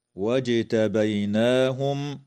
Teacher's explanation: تقلقل الجيم في كلمة واجتبيناهم